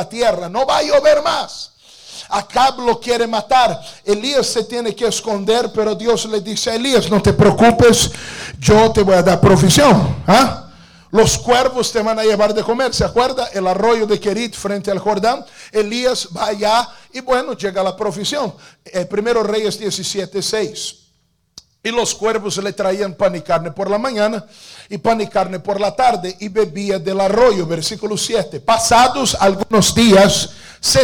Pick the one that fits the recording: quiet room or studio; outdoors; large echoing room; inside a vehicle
large echoing room